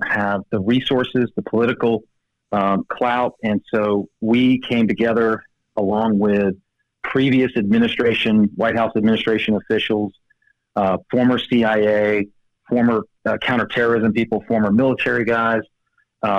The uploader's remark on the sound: Joining me by phone